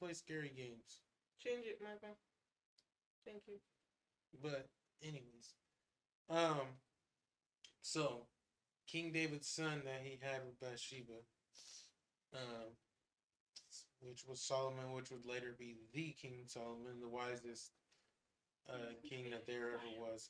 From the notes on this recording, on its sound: Please don't mind the quality, God's intended message will press through even in the poor audio and camera quality.